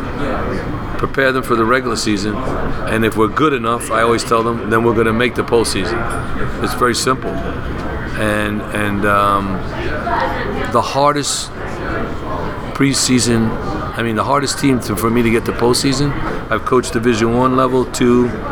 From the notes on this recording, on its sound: was recorded live last week at the United Soccer Coaches Convention in Kansas City